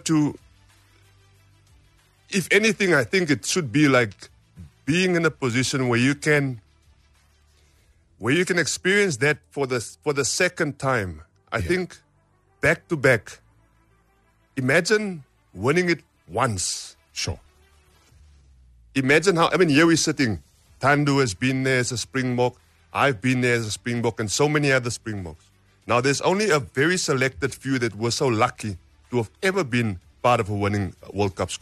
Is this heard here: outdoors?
no